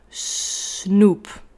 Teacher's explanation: Bij ons voorbeeld van de dag, snoep, is dit de S. Je gaat dan die S extra lang maken en zeggen snoep.